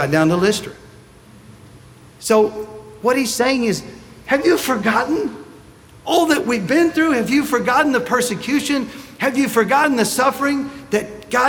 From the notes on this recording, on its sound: Sunday Message recorded